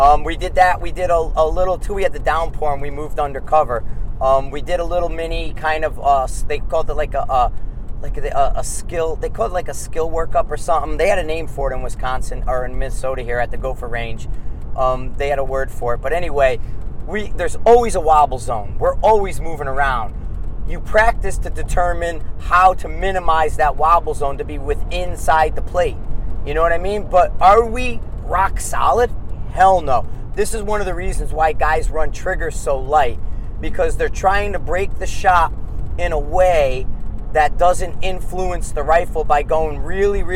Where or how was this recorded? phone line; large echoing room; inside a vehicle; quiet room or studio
inside a vehicle